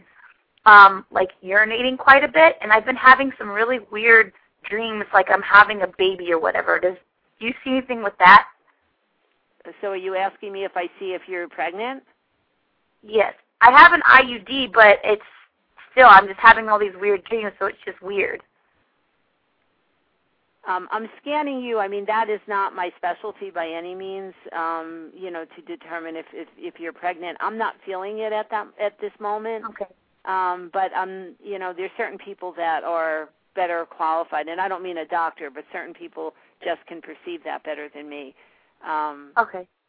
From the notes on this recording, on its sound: live call-in radio talk show